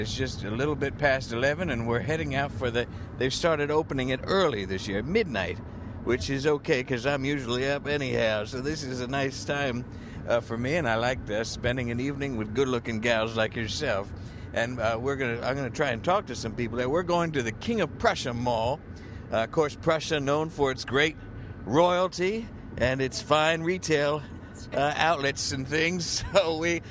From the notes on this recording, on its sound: A Thanksgiving special episode, recorded largely in a moving vehicle as it hurtled through the pre-dawn parking lots of Pennsylvania.